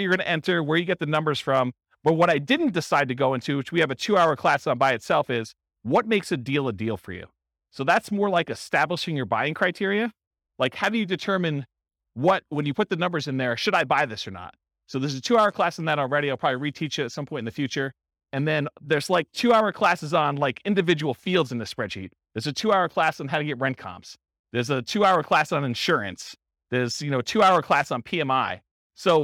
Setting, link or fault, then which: setting, live audience